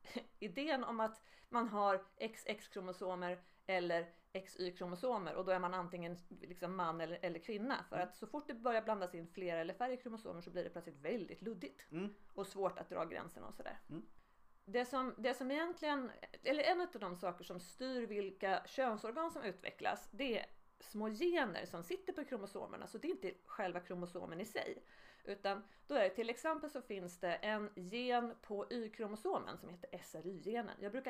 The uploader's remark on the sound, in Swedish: Ljudet på själva konversationen i detta avsnitt är lite lågt, detta för att ljudansvarig inte riktigt lärt sig det här med ljudnivåer ännu.